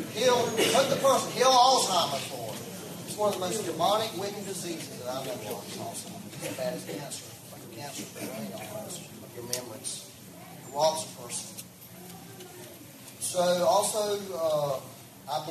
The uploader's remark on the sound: We had some technical difficulties and had to use the live stream for back up audio. Please excuse the low sound quality.